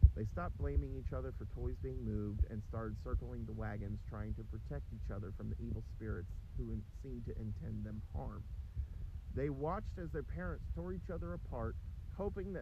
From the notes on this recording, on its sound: Today on our way to a farmers market for some fun we recorded two stories.